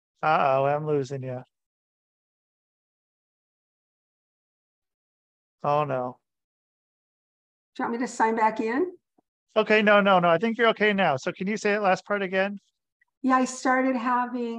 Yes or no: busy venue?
no